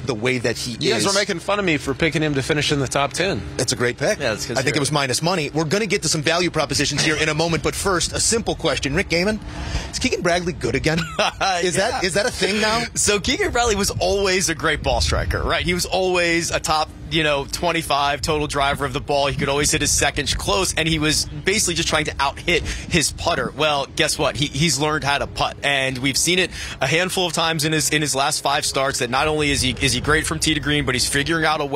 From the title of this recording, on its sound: Live From The WM Phoenix Open